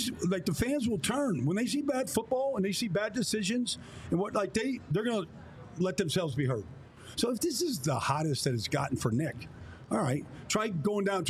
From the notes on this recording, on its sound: We are LIVE from the Reading Terminal Market in Philadelphia